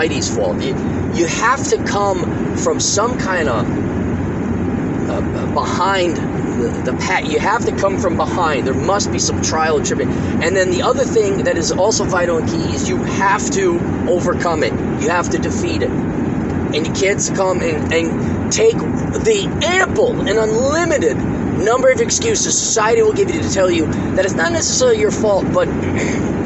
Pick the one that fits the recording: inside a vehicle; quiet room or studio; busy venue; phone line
inside a vehicle